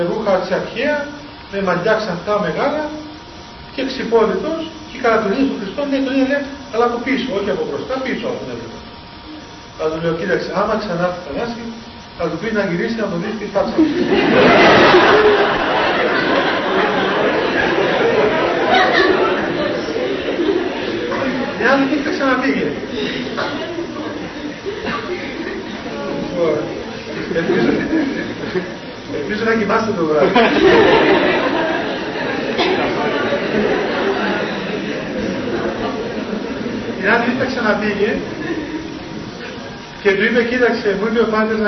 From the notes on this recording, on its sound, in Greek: Η ηχογράφηση δεν είναι πλήρης. Λόγου τεχνικού προβλήματος η ποιότητα ήχου είναι χαμηλή.